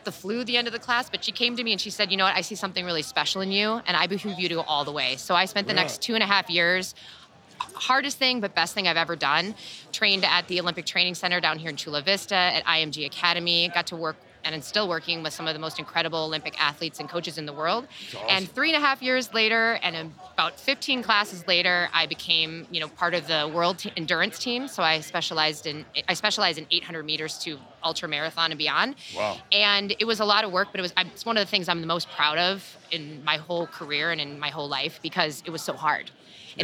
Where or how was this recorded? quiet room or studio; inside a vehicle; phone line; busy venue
busy venue